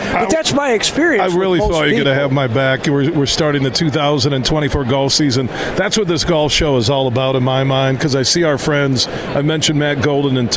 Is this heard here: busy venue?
yes